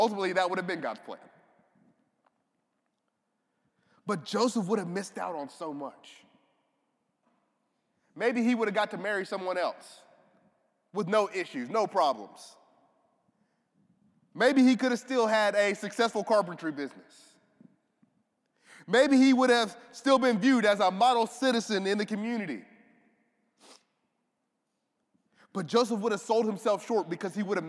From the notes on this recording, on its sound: This audio is from a sermon preached recently at Restoration Fellowship in Memphis, TN.